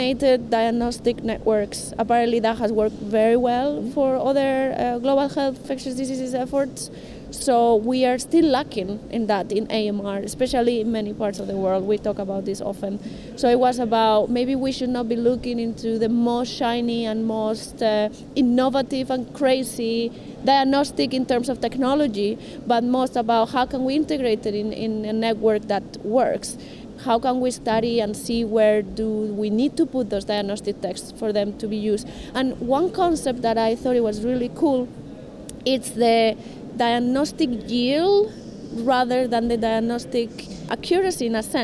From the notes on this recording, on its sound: Live from ECCMID23! In Copenhagen at the European Congress of Clinical Microbiology and Infectious Diseases.